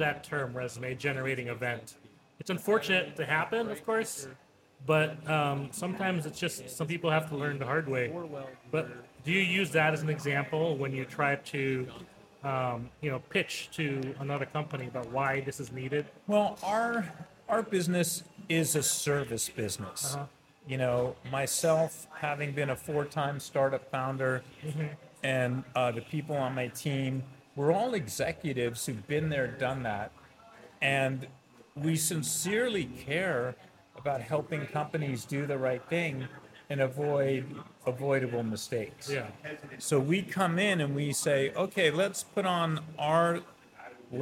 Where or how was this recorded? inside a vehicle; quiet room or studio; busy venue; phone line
busy venue